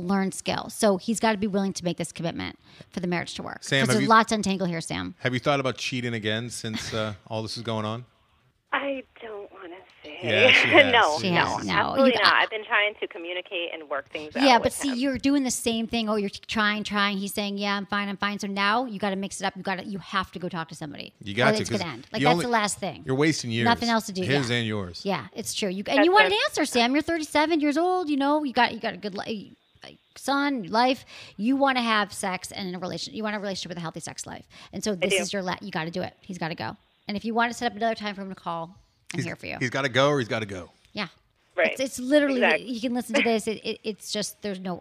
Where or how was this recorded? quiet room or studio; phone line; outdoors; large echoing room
phone line